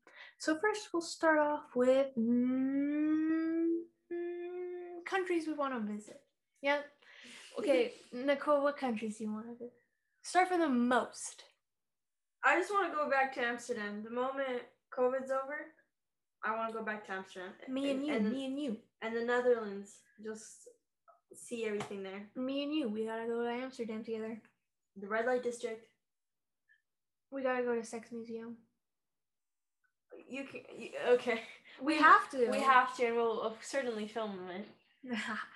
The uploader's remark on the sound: we had a bad tech day today, forgive the mic sounding less polished than usual